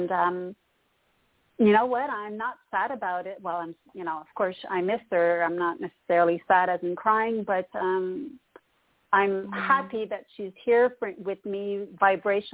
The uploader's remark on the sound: Live Call